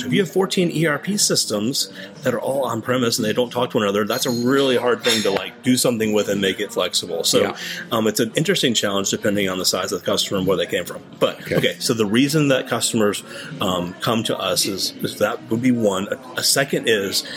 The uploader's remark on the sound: This episode was recorded in Barcelona Spain at the 2023 Shoptalk Europe Conference.